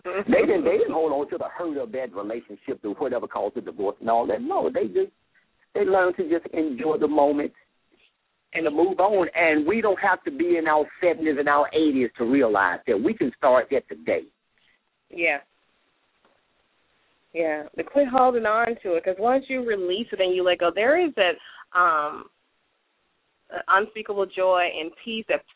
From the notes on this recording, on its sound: LML uses a progressive live call in format.